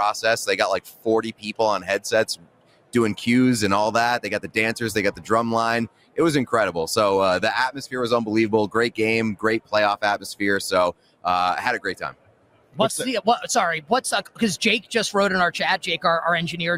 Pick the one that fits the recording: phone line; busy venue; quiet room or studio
busy venue